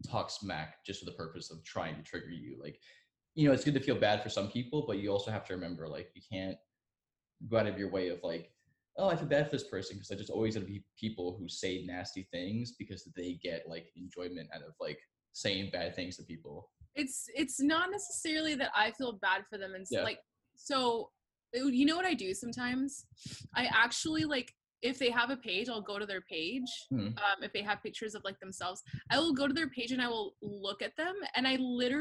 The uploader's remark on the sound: as we figure out how to use ZOOM for a podcast